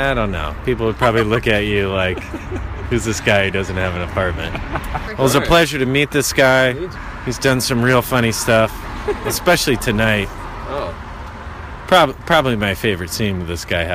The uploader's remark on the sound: we went to the pub for a bevy and I pressed play on me recording thingy.